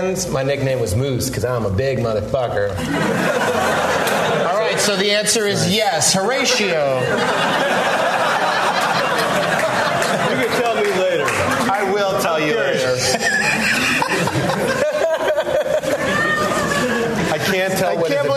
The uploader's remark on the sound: live at Largo